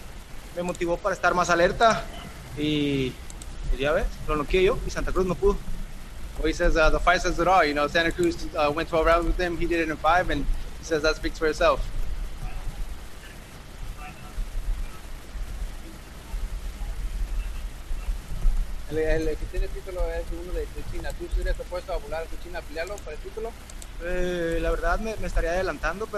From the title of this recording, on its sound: Post Fight Press Conference